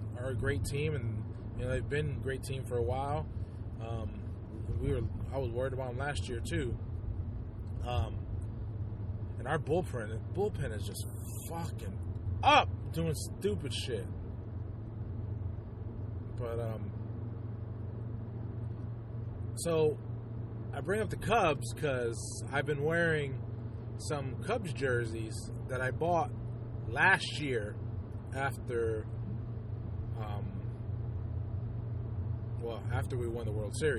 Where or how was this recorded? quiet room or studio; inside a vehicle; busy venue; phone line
inside a vehicle